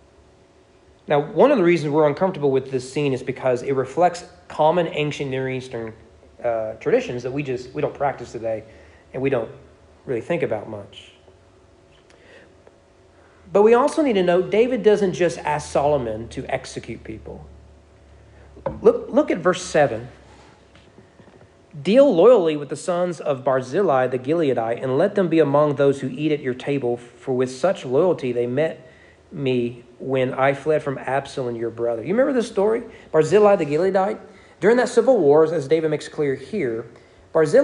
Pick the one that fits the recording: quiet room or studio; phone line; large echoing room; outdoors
large echoing room